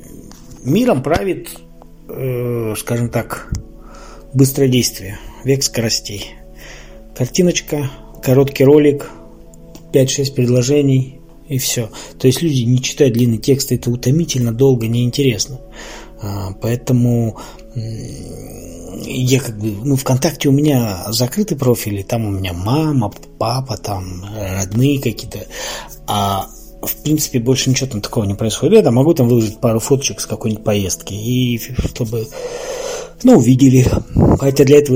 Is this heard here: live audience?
no